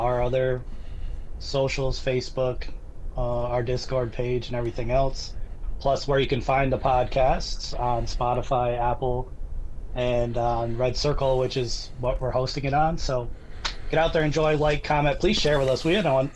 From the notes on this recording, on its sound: Sorry for the audio:(